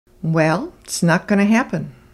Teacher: notice that the T is almost completely dropped from its, and going to becomes gonna.